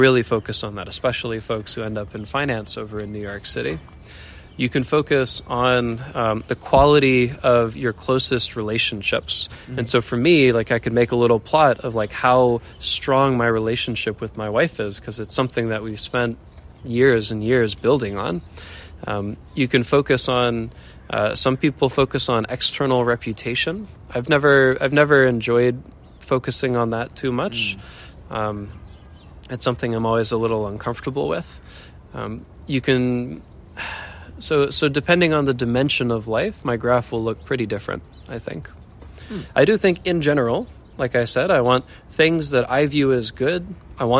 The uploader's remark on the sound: Street noise since we were standing in the corner of a park.